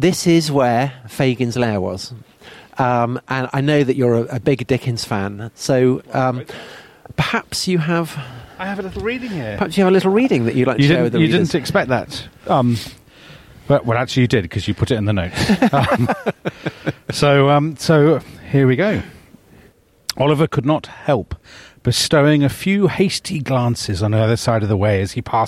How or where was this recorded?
outdoors